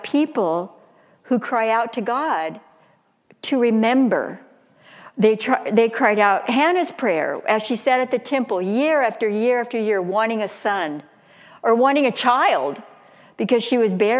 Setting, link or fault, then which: setting, large echoing room